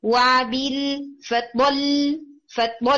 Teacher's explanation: वाबिल ये नॉर्मल होगी और फतबल यहाँ आपने थोड़ा आवाज को ऊंचा कर देना · Term: नबर